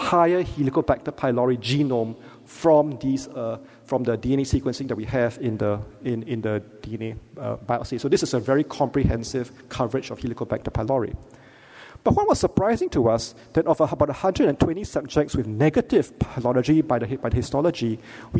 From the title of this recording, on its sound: Keynote Lecture